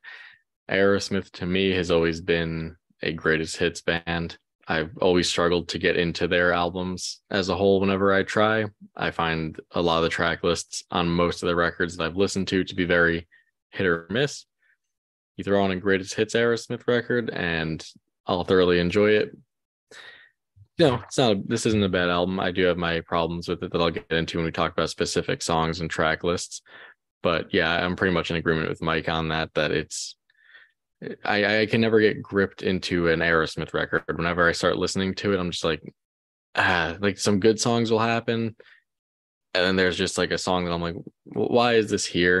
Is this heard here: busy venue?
no